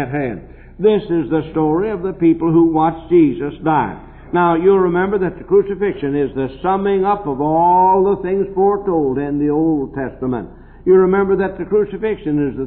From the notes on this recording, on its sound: preached this message at Temple Baptist Church in Portsmouth Ohio in the 1960's